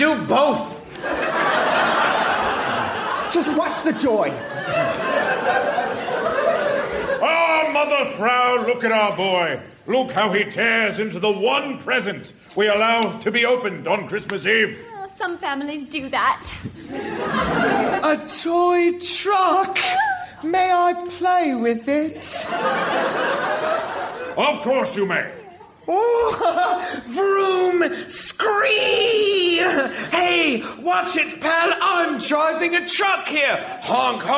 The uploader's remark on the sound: Recorded Live 12/3/2011 at Largo, Los Angeles.